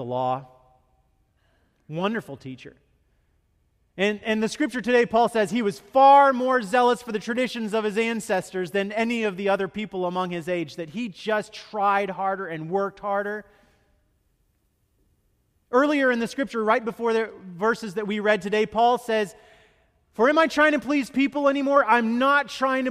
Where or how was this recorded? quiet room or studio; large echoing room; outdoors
large echoing room